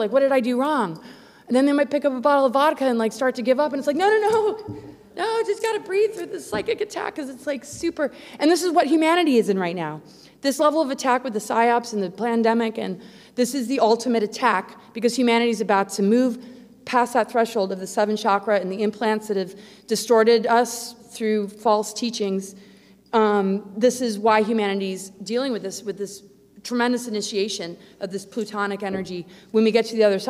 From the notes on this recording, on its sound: Presentation at the Secret Space Conference.